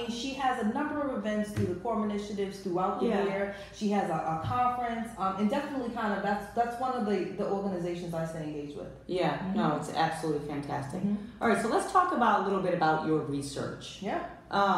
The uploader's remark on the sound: This episode was filmed LIVE at Luminary - a NYC Hub for WonderWomen in Business